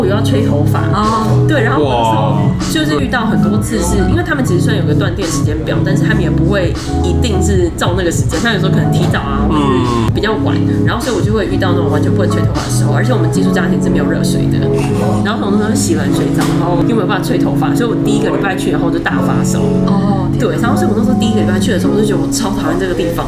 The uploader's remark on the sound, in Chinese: 本集白噪音指數：北風級 4/5。錄音地點： V&O Bar Kitchen。